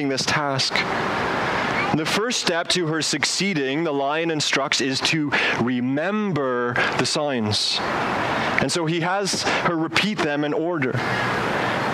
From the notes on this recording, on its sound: As HBC gathers outdoors for this service. Outdoors so please excuse the audio quality.